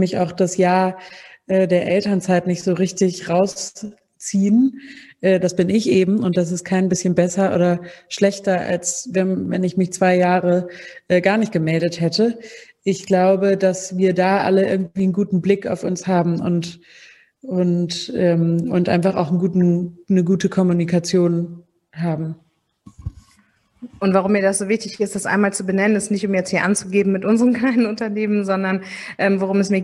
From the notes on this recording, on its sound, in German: Im Rahmen eines Live-Podcasts zum ROCK N RAISE Festival von Mama Meeting.